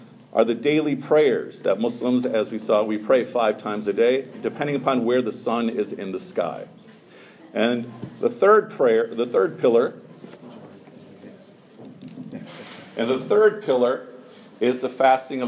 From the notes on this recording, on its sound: Short talk to a non-Muslim audience at the Turkish American Society of Chicago's "Get to know your neighbors" event.